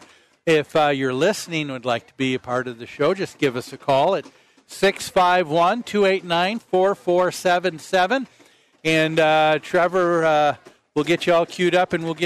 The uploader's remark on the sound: Live at the MN State Fair